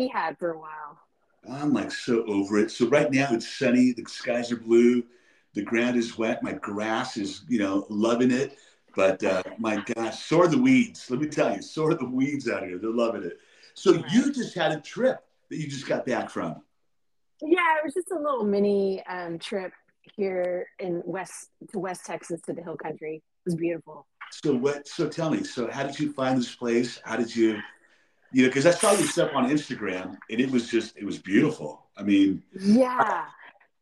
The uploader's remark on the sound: Sorry audio was choppy :(